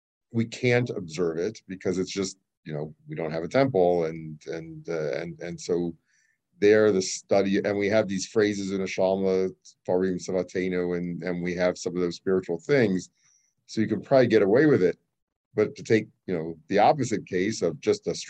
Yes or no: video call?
yes